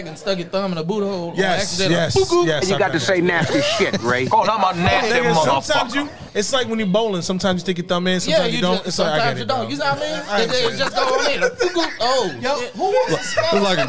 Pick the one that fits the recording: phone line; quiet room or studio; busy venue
busy venue